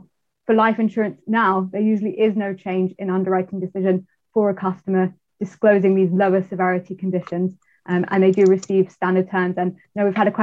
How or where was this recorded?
video call